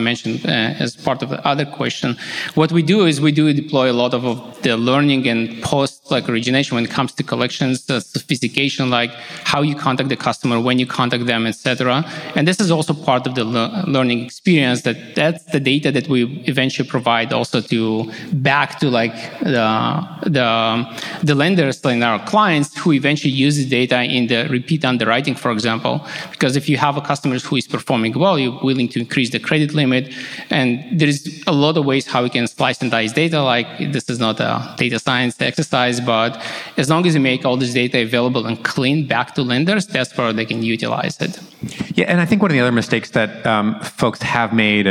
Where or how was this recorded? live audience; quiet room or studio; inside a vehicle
live audience